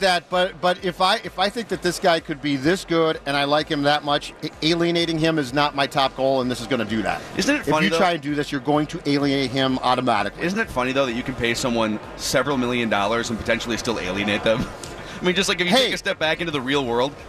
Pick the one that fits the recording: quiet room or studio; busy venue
busy venue